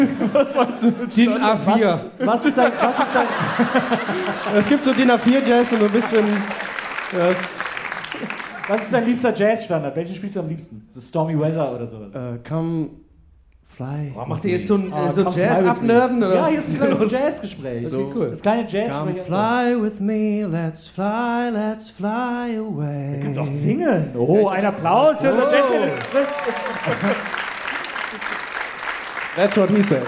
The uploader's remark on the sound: (Live). Bevor es in eine kurze Goldener-Herbst-Pause geht, gibt es noch mal diesen Audiobesuch in Hamburg. Live in Hamburg.